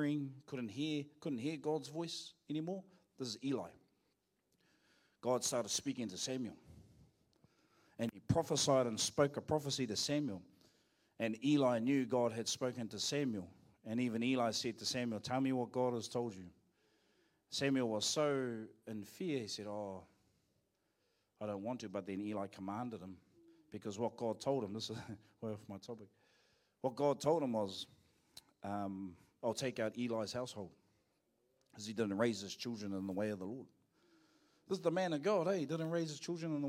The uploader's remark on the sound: Live From IwiTapu Destiny Church